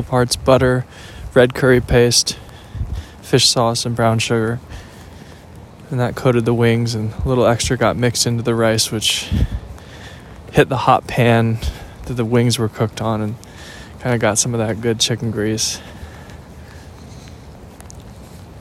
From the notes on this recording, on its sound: listen to me walk and talk